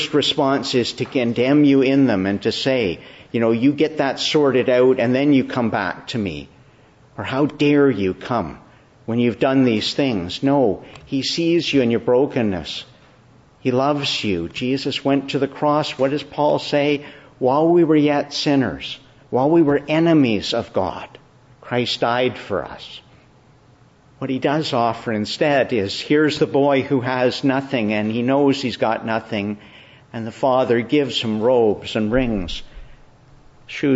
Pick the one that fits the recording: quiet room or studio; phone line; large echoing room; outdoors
large echoing room